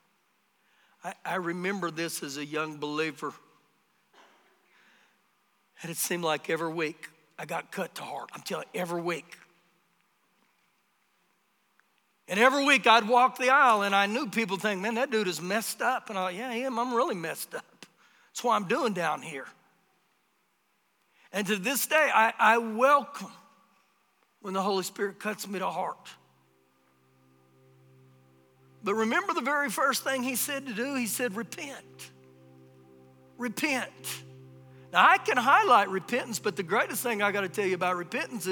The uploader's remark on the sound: Recorded live during our Sunday morning service